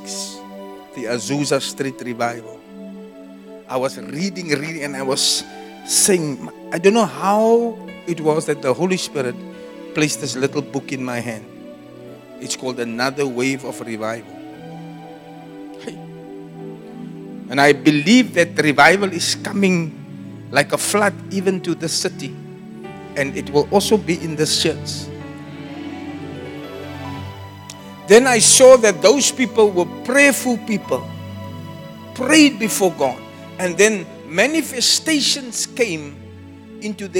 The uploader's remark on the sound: Preached at the Zion Sanctuary, Cape Town